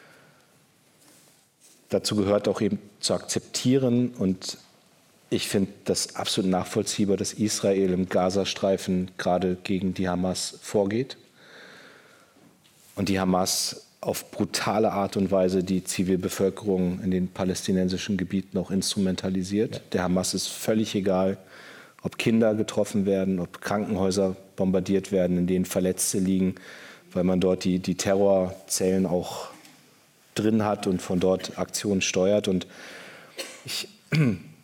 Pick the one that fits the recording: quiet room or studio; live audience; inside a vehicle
live audience